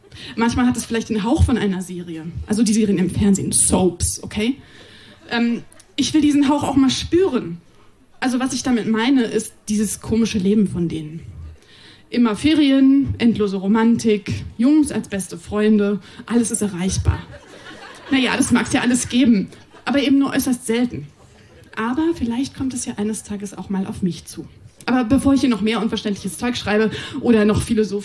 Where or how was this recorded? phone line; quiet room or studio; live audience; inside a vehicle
live audience